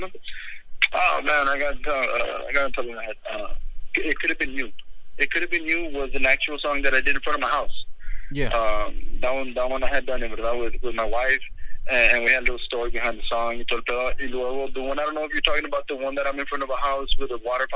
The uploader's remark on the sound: Phone interview.